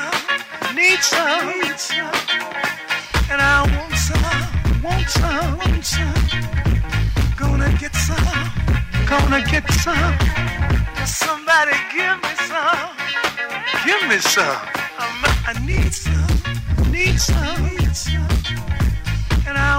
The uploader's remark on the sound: Live at The Do Over Los Angeles. Session recorded at the Do-Over in Los Angeles.